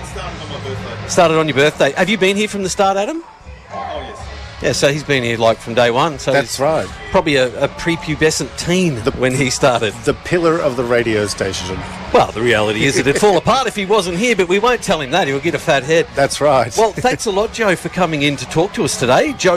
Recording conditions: outdoors